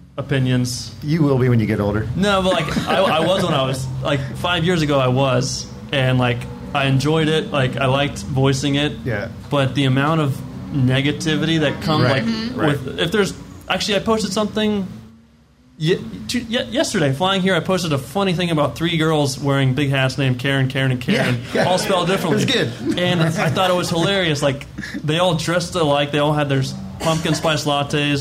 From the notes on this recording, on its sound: Live at Monterey. Take a trip back to the Monterey IMSA weekend in 2019 where a small, live podcast was held.